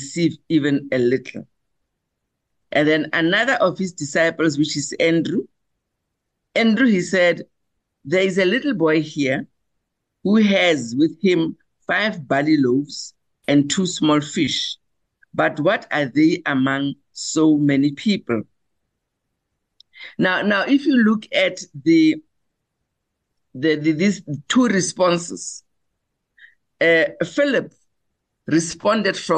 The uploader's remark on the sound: The Transformation Table Zoom Meeting.